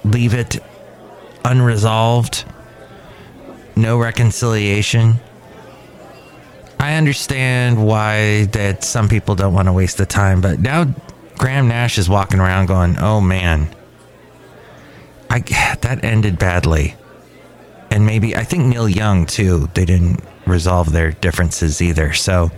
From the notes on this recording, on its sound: podcasts live from Cafe Anyway